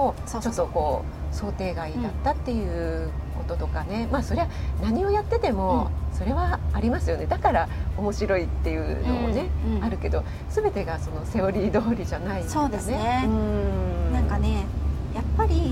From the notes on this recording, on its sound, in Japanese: リアルコラボ収録。野外収録のため音量調整お願いいたします。